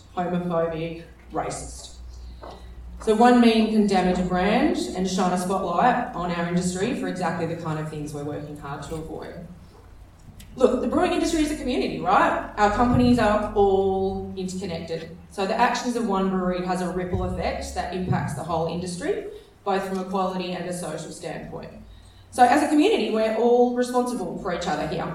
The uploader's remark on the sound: This is a special edition of Radio Brews News, live from the West Australian Brewers Association Craft Brewers Conference. We didn’t initially plan to podcast the keynote.